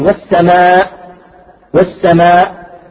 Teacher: في الحنجرة، عندما تنطق بالهمزة ينغلق، ينغلق الوتران